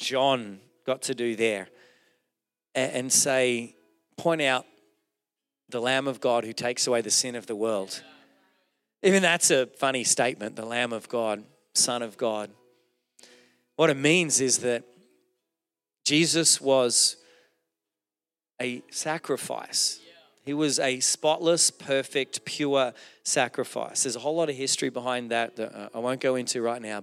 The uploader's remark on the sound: Recorded during our Melbourne East service